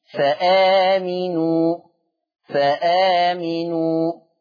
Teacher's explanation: هل الهمزه دي اعتراها شيء؟ ما اعتراهاش شيء، لذلك الهمزه محققه، يبقى ده اسمه بدل محقق.